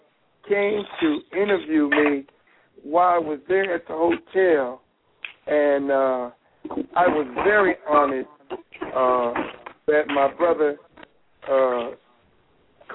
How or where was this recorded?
phone line